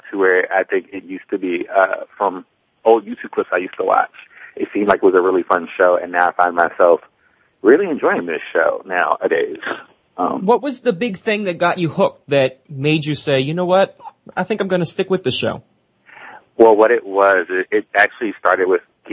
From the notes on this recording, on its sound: This week, we’re taking your calls live for the entire hour. We’ll also be sharing some of the calls we’ve received on our new 24/7 caller feedback line.